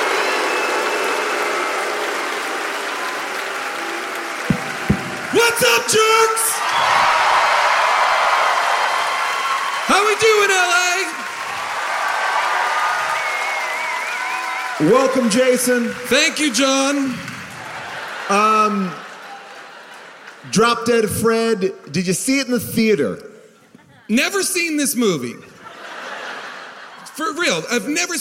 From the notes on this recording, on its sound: Recorded live at The Ebell Theater in Los Angeles